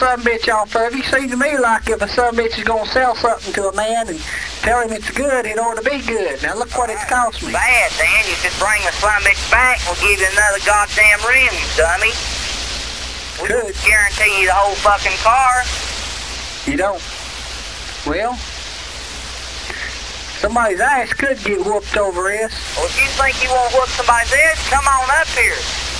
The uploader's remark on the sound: Prank Phone Calls